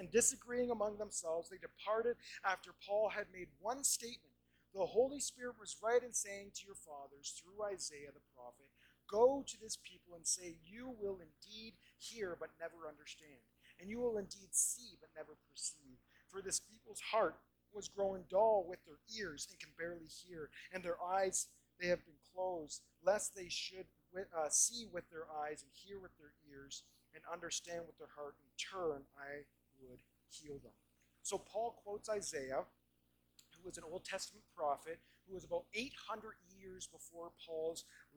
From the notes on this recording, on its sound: We do apologize for this week's audio quality!